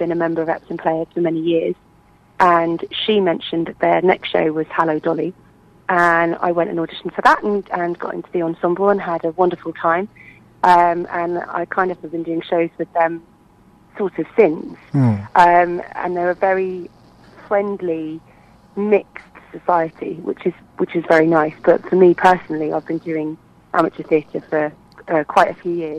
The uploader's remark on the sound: on the phone